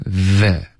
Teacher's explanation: 你要送气从口腔出来，导致一个摩擦音 the，不是 ne